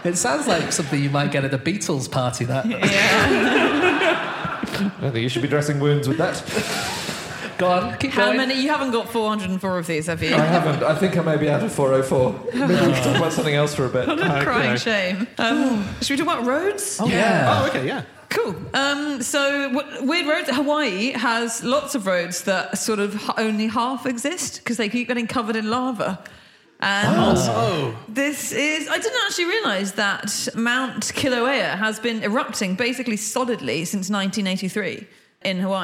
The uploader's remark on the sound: Live from Chesterfield